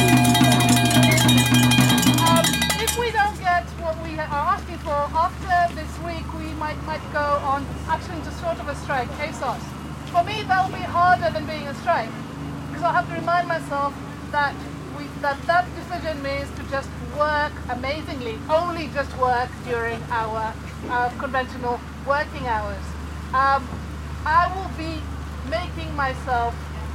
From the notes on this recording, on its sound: This break-out episode is our final dispatch from the UCU picket lines at the University of Southampton. Hear reflections from staff and students about how this round of strikes went.